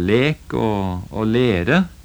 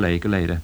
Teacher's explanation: For det er nemlig slik at den sørlige delen av Sør-Trøndelag, ganske stor del av den, har monoftongering, det vil si at diftongene i slike ord går over til å bli monoftong, det vil si vanlig enkel vokal · Shown in: first take · Det vil da hete lek og lere i stedet for leik og leire.